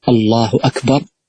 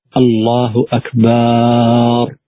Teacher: إشباع الفتحة على الباء بحيث تكون ألفا حرف مد ثم يمدها بعد ذلك · Shown in: second take · وصفة ذلك بدلا من أن يقول الله أكبر يقول الله أكبر، الفتحة التي على الباء حتى صارت ألفا ثم زاد على ذلك بمدها. · Term: مد باء أكبر